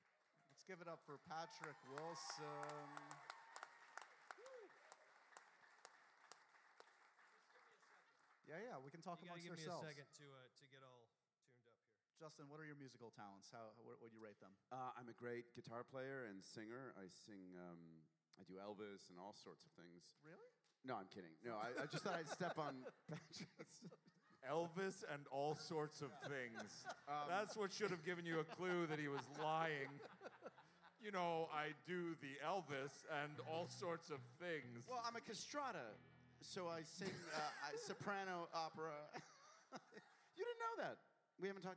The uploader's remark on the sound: Live episode! We finally went live for a fun holiday special taped at the Bell House in Brooklyn!